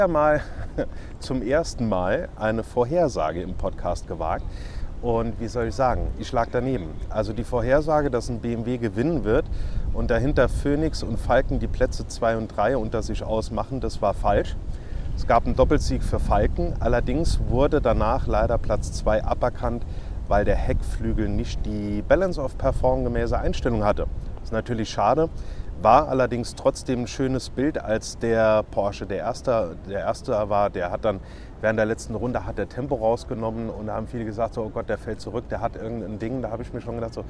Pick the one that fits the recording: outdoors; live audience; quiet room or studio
outdoors